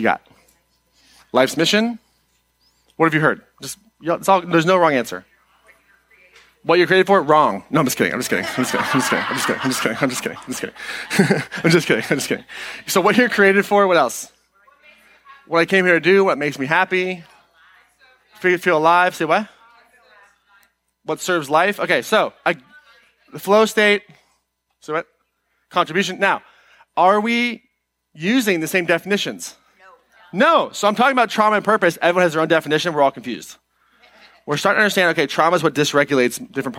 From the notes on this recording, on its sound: Today’s episode is an excerpt taken from Live Your Purpose Miami 2020.